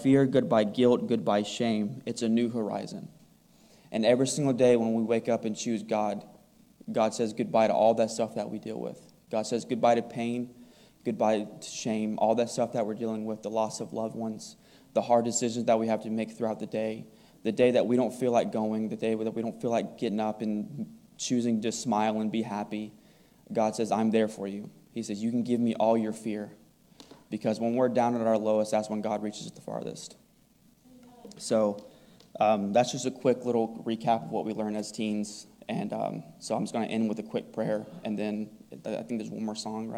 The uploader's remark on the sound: Recorded on July 2, 2022, at the Ringgold Seventh-day Adventist Church. VBS wrap-up service devotional.